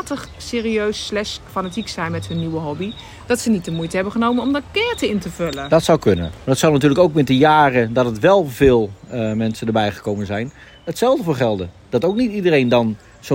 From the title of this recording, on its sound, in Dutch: Live Vanuit De Efteling